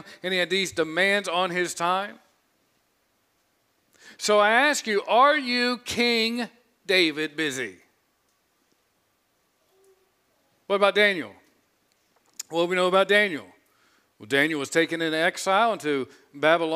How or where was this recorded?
large echoing room